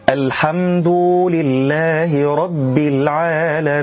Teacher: إشباع ضم الدال في كلمة الحمد حتى ينتج عن ذلك حرف الواو